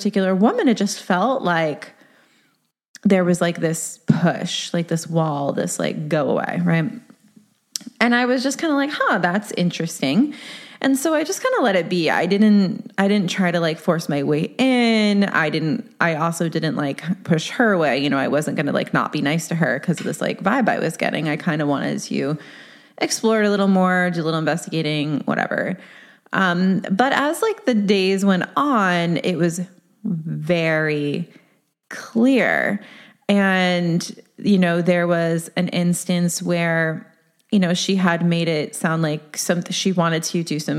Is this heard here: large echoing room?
no